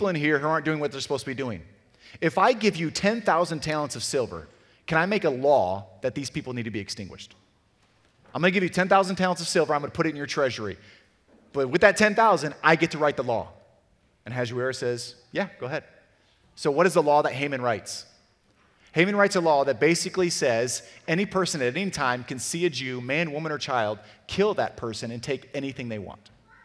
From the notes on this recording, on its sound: Sermon audio from CityGate Church in Portage, MI